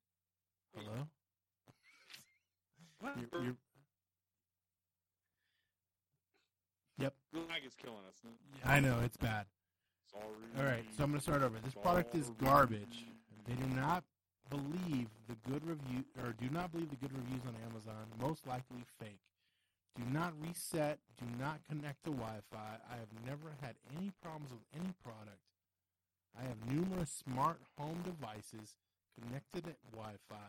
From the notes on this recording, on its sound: Everything you can think of goes wrong from technical issues to audio issues. Sorry for the quality. For all we know Trump could have hacked our equipment.